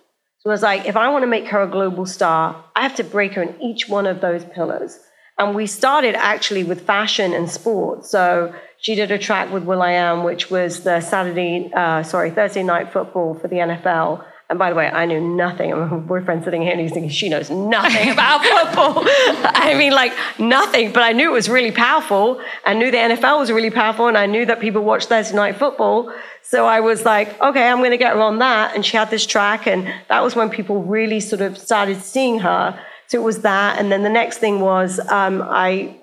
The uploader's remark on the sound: In front of a LIVE audience in New York City. In front of a LIVE audience in New York City.